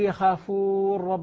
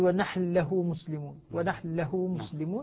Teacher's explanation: تدغم النون في اللام فيها · Shown in: second take